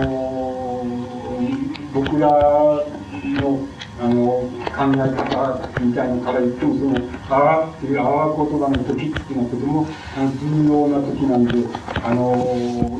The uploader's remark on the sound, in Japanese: 主催：文京区教育委員会 場所：文京区女性センター。客席から録音されたもので 全編にわたってノイズが 入っており音質はよくない。